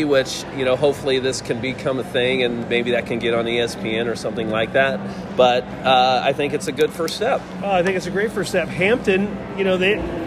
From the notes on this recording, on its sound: On location from AMP in downtown Indy.